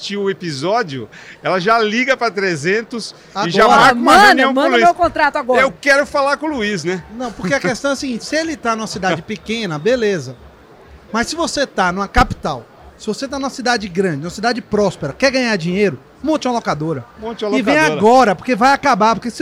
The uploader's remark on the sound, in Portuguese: Episódio gravado durante a ABF Expo 2022, em São Paulo - SP.